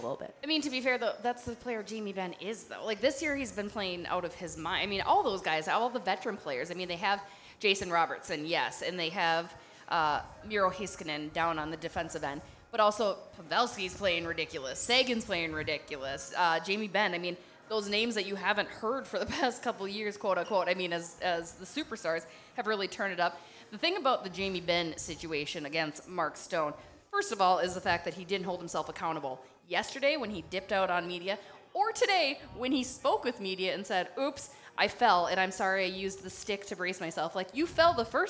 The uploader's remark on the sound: Live from Dugarel’s in Hastings.